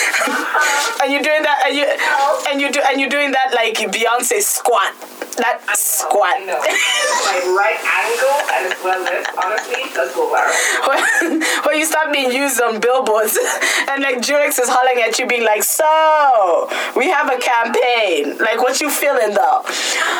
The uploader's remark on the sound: Warning: this podcast had ALL the technical issues, we shall get our Skype game right.